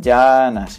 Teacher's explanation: tiene la sílaba tónica en penúltimo lugar